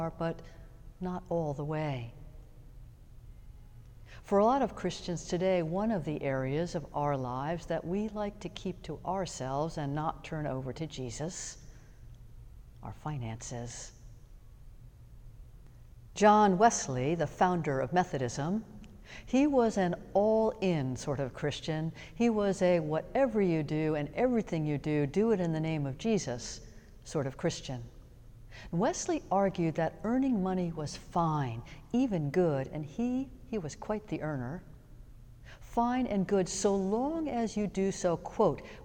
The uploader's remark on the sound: Sermons from Old South Church in Boston